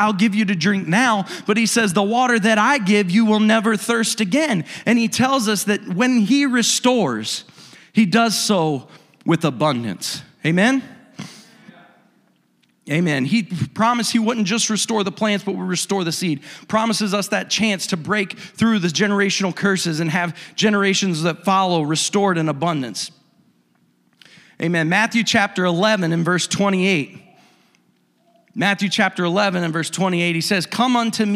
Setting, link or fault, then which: setting, large echoing room